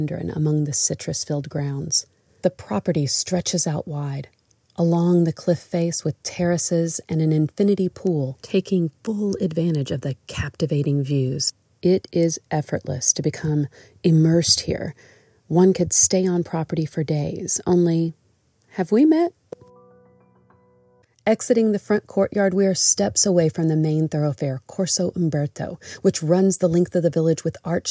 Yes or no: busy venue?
no